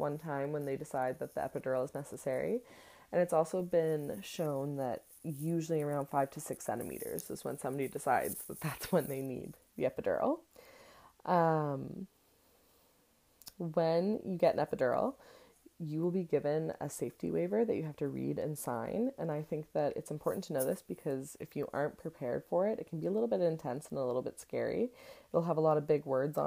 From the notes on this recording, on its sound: there is some extras noises in the audio today!